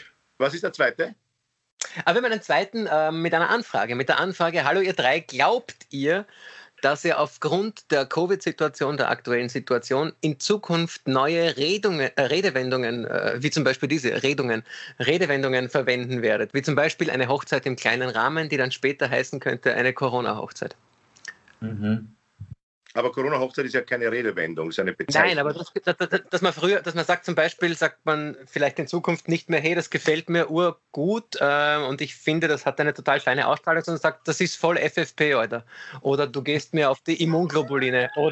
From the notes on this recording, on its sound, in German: Aufzeichnung einer ZOOM Session vom Montag, 25. Weil das aktuell nicht möglich ist, finden sie ihr Publikum, indem sie einander via Skype am Abend beim Reden zusehen.